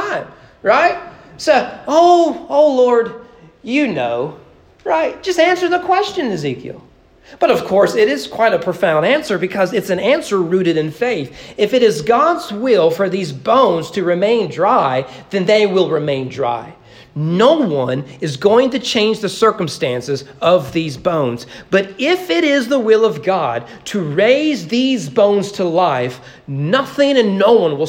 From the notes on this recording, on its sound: at East Frankfort Baptist Church during morning worship